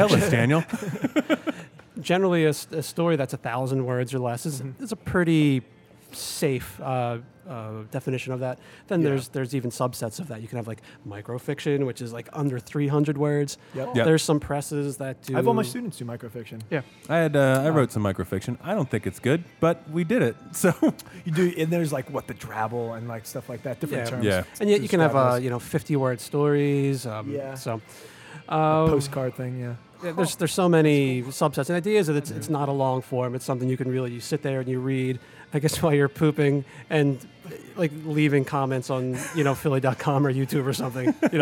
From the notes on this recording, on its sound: Welcome to the first remote book.record.beer cast. Indulge in a local brew supplied by our recording hosts! Much thanks goes out to "The Foodery," our local Manayunk suds shop on Ridge Ave, where this episode was recorded.